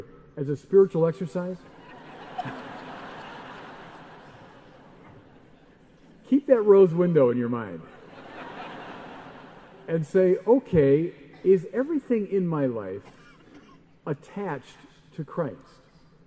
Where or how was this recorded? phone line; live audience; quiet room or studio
live audience